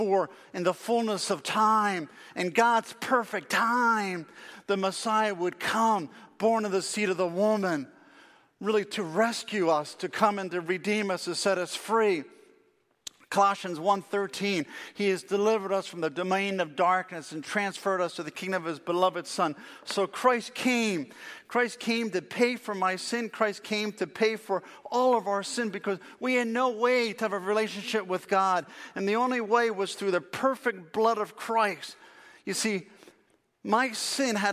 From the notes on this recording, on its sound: Faith Baptist Church in Hamilton, NJ.